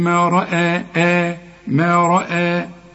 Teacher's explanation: والراء هي المفخمة، والهمزة همزات القرآن كلها مرققة